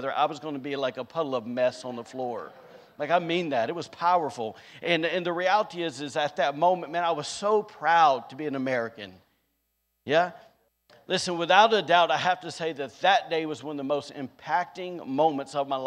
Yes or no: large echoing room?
yes